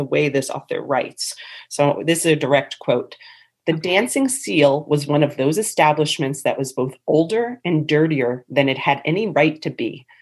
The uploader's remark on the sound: Due to a snowstorm (you have to love the North East). Recorded over a Zoom call.